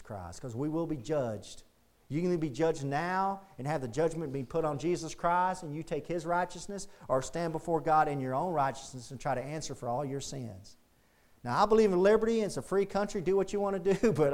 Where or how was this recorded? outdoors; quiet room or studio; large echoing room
large echoing room